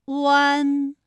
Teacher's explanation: 喔，最后是弱收到位。好，我们再来说一下弯的发音要领。双唇呢要先搓圆，舌头后缩，舌位由后高元音呜向前低元音啊抬起，贴近上齿龈处。双唇同时有一个从合变开再变略展的动作，发出前鼻尾复合音读作弯